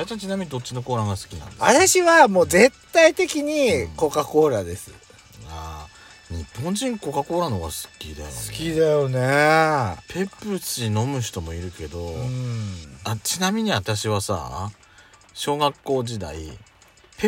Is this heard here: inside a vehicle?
yes